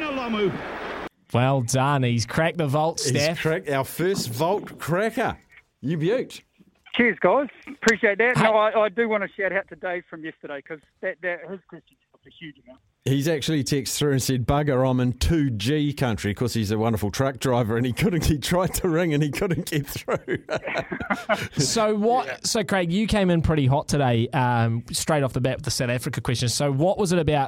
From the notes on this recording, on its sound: THE VAULT is off to a hot start on the phone lines.